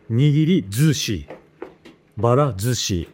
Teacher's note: If sushi is connected, su change to zu.